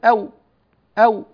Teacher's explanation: انتقل رحمه الله تعالى إلى المخرج الثاني من مخرجي الشفتين وهو الشفتان معا، فالشفتان معا يخرج منهما الواو والباء والميم، إلا أن الباء والميم بإطباق تقول إم إب، والواو بانفتاح، الواو أيضا تخرج من الشفتين لكن بانفتاح